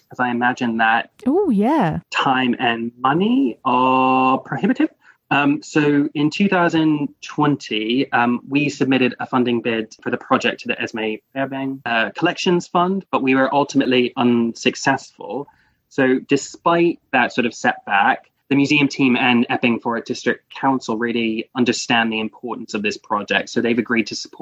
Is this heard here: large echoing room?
no